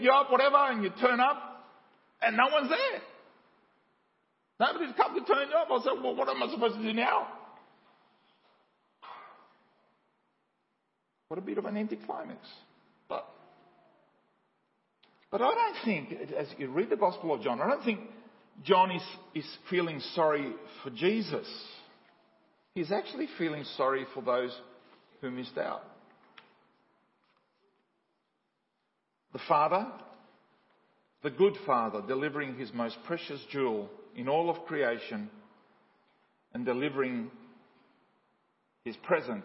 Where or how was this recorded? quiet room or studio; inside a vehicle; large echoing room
large echoing room